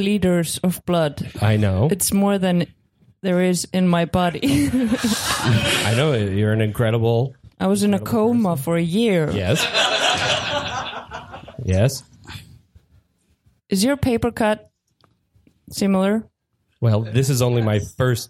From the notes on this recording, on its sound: Live from Iceland. We performed live at The Secret Cellar as a co-production with Improv Ísland!